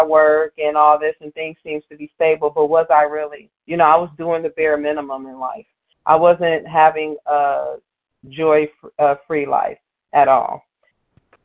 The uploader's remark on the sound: Qualification from the 100 Pounders Phone Meeting.